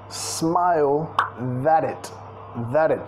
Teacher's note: vinculando con la R suave